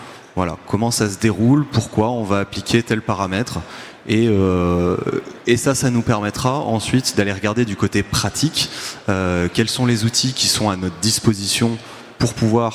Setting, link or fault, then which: setting, live audience